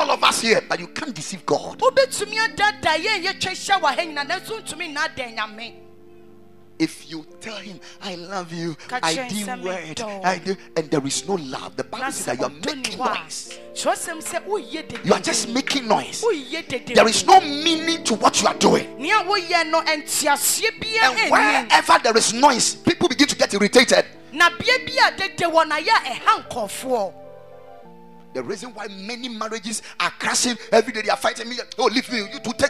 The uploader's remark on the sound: Preached at a Wedding Service at the Ekklesia Temple